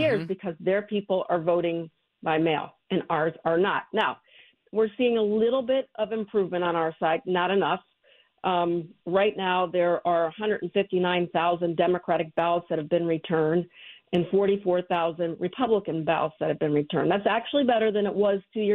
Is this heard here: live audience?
no